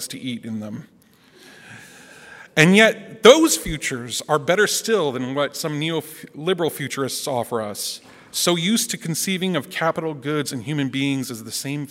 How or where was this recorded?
live audience